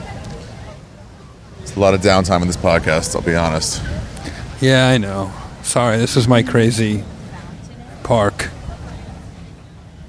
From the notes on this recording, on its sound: Met me in Washington Square Park to talk about delis.